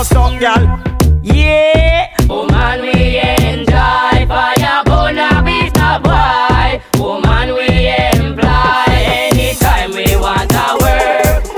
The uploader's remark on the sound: BIRTHDAY LINLK UP AUGUST 25th MT VERNON [no mic]